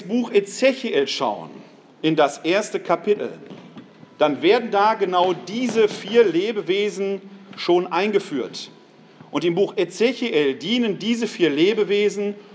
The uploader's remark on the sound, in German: Mitschnitt des Vortrags